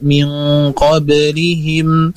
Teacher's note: diperhatikan ba sukun itu kita pantulkan sebagaimana polanya · Term: qalqalah